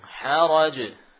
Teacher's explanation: Jadi pantulannya langsung haraj, tidak ditahan dulu haraj.